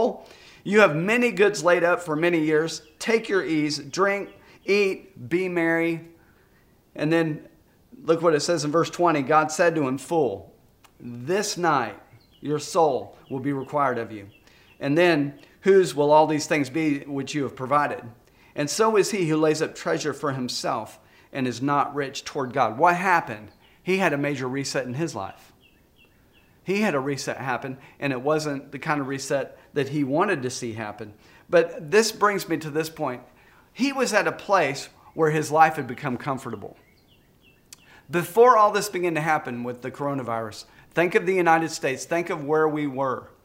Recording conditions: large echoing room